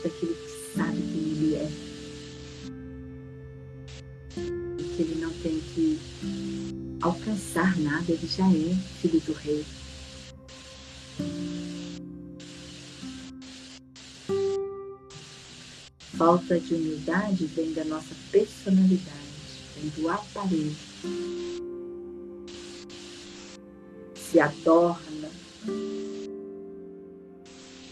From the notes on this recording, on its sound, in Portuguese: Esse episódio é a Live feita no Instagram